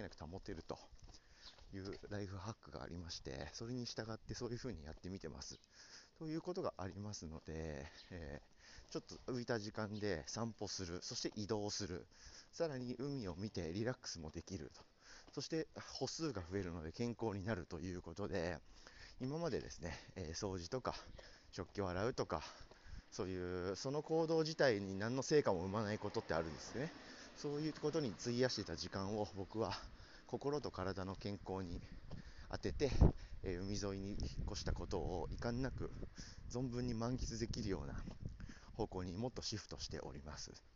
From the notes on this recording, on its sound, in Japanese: ワイルド音質ver。海を歩きながら優雅に話そうと思ったら風が強すぎて聴けたもんじゃあない音質の方のエピソードがこちらです。